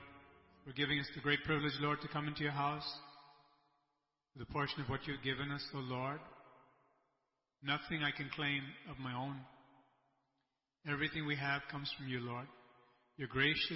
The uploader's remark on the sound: ELBIM Church Sunday LIVE Stream Audio